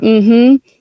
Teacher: And it doesn't sound glottal fry-y because it's not in the bottom of my pitch range. · Term: modal pitch